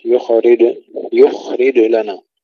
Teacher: قلقلة الجيم وسكون الخاء مع الرخاوة، ننتبه ألا نقلقل الخاء، يخرج، يخرج لنا.